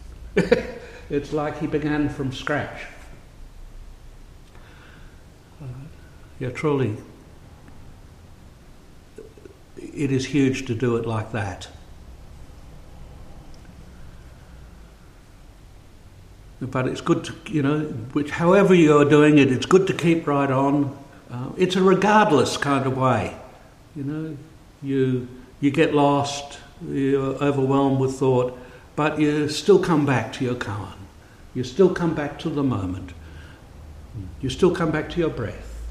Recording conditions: large echoing room